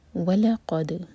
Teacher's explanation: واو کے لیے ہوٹ گول و لقد لا لائٹ قاف ہیوی اور دال پر قلقلہ.